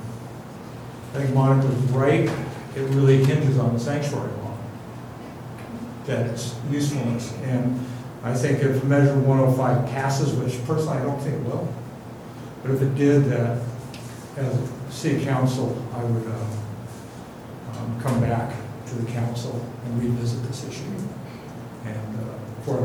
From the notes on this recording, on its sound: Live recording of Astoria City Council Meeting